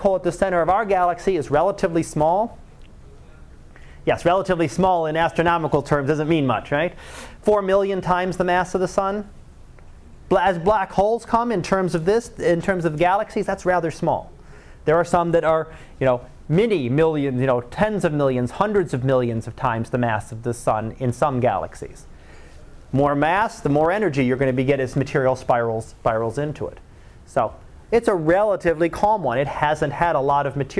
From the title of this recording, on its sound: Live Class Lecture